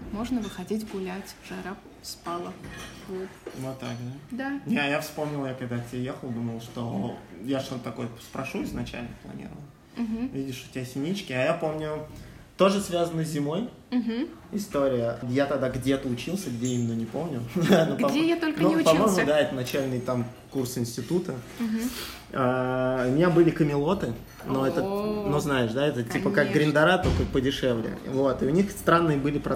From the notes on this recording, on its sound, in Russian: Звук города на фоне (машины, стройка и т.д.) считайте нашей фишкой!